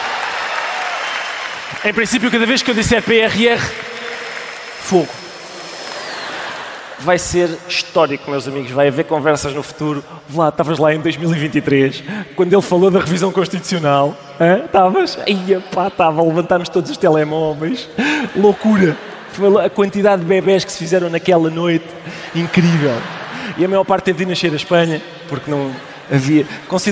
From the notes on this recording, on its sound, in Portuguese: ao vivo na Altice Arena